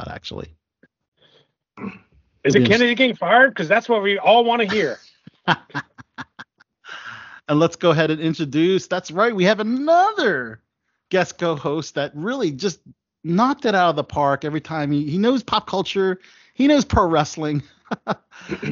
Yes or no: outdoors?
no